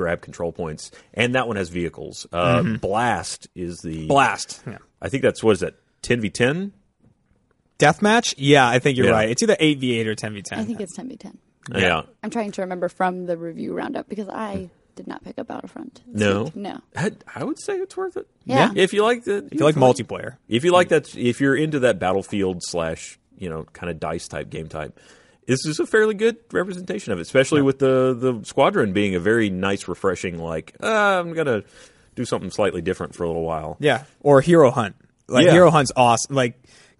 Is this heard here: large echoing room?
no